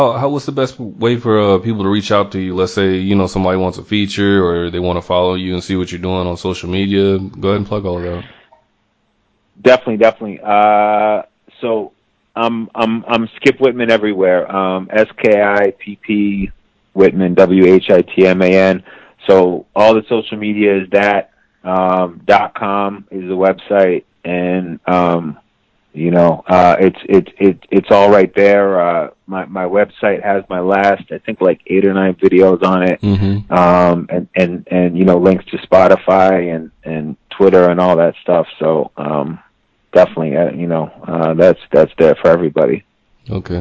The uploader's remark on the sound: He called in to BYNK Radio